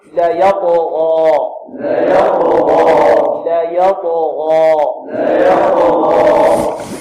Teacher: لو فخم الغين تفخمت مع الالف، ولو لم يعطيها تفخيما جيدا لتبعتها ماذا؟